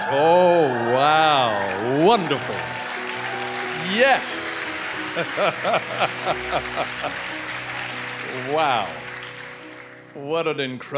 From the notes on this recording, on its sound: in Heart of God Church's youth service.